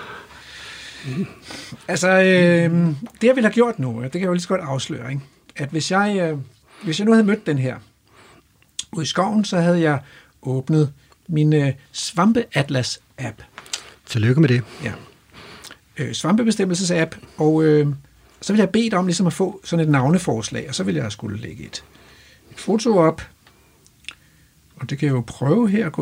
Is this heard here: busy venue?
no